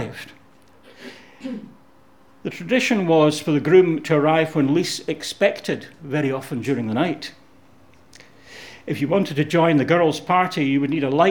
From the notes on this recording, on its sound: Audio podcast of morning service